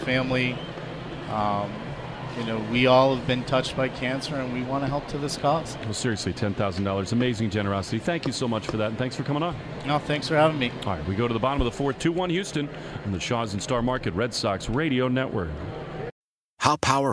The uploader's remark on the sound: From the booth! Live from the WEEI Sox booth!